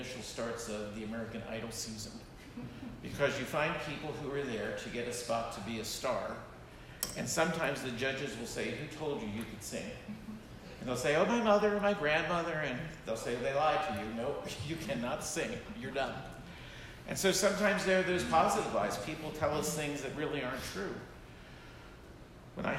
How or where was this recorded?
large echoing room